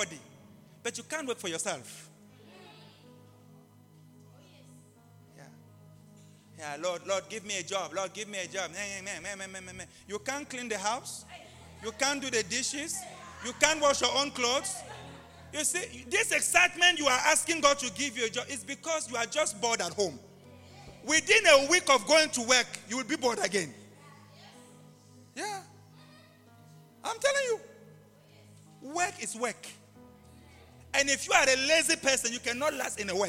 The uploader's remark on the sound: LIVE AT ABC ROBEGA